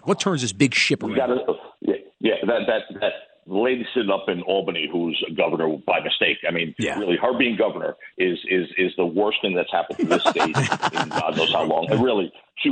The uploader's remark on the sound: calls in from Italy